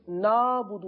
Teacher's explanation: نعبدو کو نابدو پڑھتے ہیں یعنی عین کی ادائیگی نہیں ہوتی. نون الف زبر نا نہیں ہے نون عین زبر نا ہے.